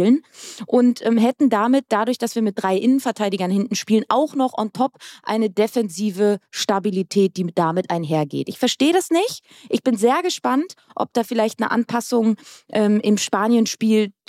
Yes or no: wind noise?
no